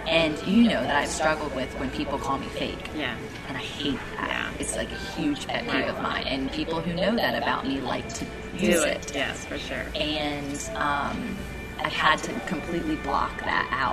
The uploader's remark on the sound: We’re a little echoey because we are in a hotel lobby at the largest conference either of us had ever been too